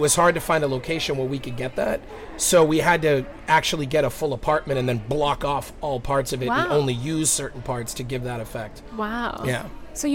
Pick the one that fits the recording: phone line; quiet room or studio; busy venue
busy venue